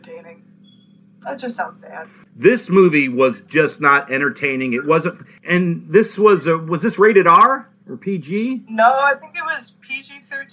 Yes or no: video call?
yes